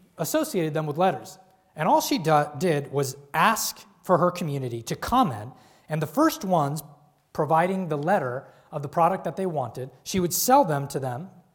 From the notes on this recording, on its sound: This lecture took place at the Saïd Business School, University of Oxford